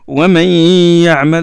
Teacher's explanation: le nun rentre dans l'ya et on prolonge deux harakat, deux temps, et on sort, le son sort du nez. · Term: nasalisation